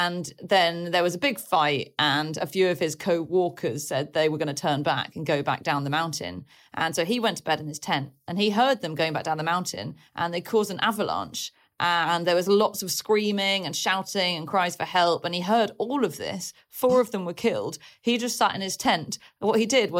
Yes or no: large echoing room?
no